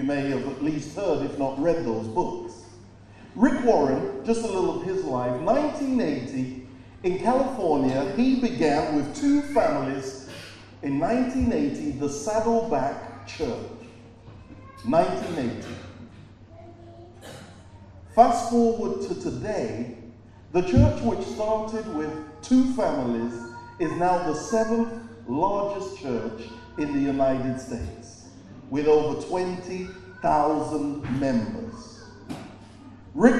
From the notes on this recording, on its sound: preached at Birmingham Fellowship Church